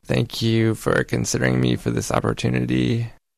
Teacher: There's kind of that creak or growl to the speaker's voice. · Term: vocal fry